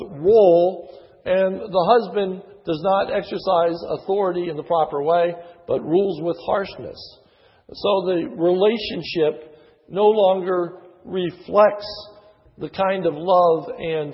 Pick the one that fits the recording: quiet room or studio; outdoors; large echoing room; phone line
large echoing room